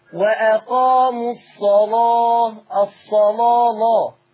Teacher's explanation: انتبه إلى تغليظ اللام